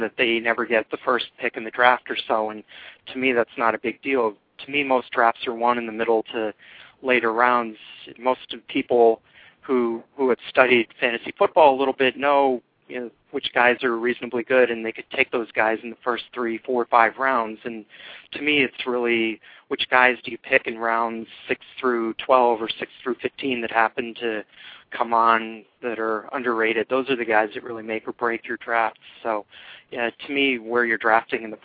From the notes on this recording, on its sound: fan interaction via phone